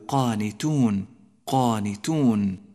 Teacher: رقق حرف التاء في كلمة قانتون ولا تفخمه